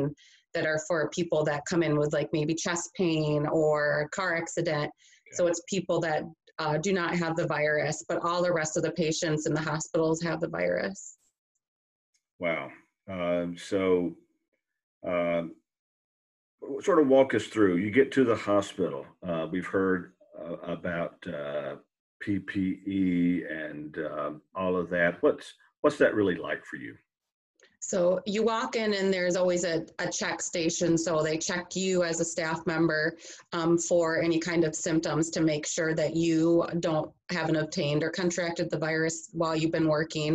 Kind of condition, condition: link, video call